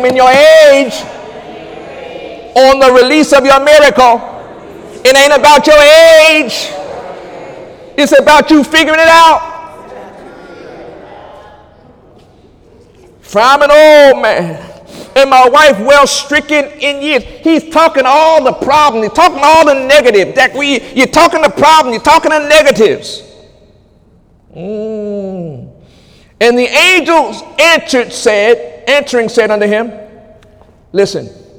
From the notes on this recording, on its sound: During Sunday morning service on April 15, 2018